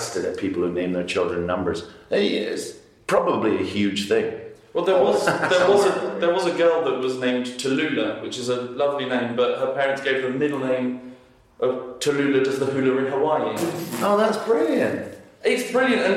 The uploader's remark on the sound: Recorded backstage at The Junction, Cambridge (that's why it's all reverbie)